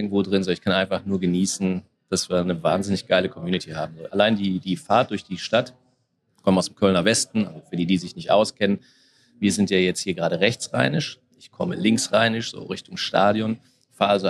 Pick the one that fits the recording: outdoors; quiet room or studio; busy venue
busy venue